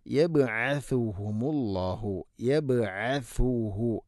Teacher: സ എന്ന അക്ഷരം, അതിൻ്റെ ഉച്ചാരണം സീനാവരുത്, യബ് അസു അല്ല യബ് അസു.